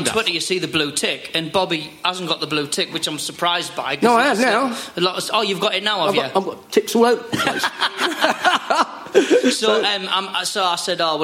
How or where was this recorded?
live audience